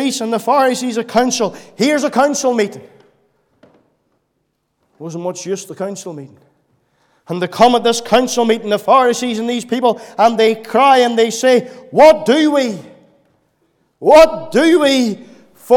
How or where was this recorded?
large echoing room